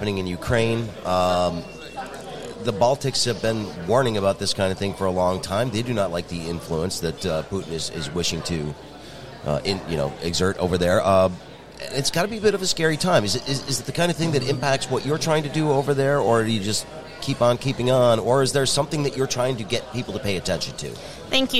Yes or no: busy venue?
yes